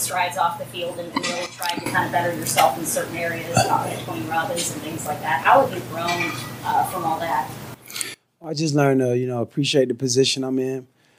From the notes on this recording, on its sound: live on location at the Tampa Bay Buccaneers Training Camp